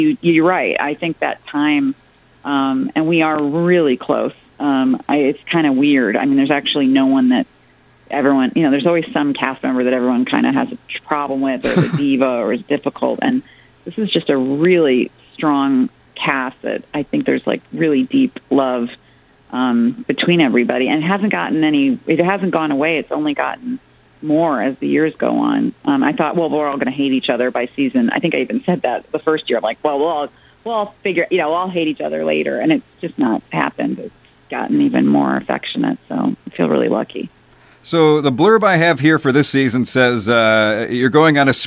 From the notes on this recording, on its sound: called in on September 22, 2017